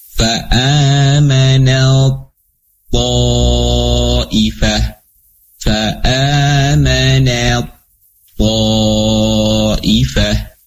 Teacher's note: Fa'amanat to, ketemu dengan to, maka dia melebur sempurna. Ta-nya melebur kepada to · Term: idgham kamil